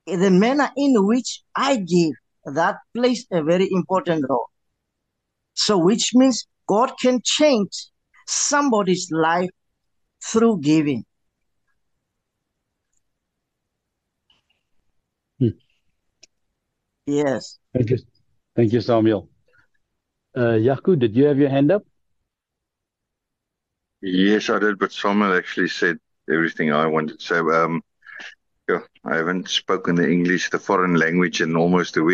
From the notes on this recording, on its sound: The Transformation Table Zoom Meeting 5 October 2023.